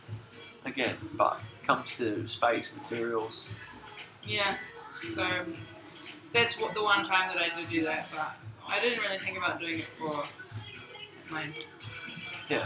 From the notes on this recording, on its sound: I apologize for the sound quality, as we recorded this episode in the local cafe, but we will be opening a studio very soon.